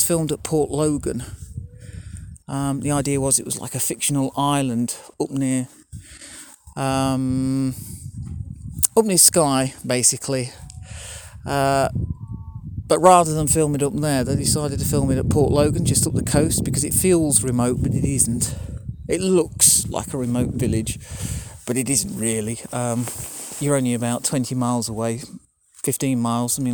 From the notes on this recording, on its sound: A special bonus podcast recorded on the Mull of Galloway in Scotland. Three separate recordings made over four days while photographing the Mull lighthouse. The weather conditions were fine but very windy which added to the fun of recording the podcast. Listen out at the end for the Mull Of Galloway foghorn!